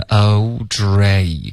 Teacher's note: 大家注意有两个双元音，OK，一定要滑动